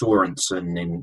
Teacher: It's got the accent on the O, so I guess that's Sorensen in Danish terms.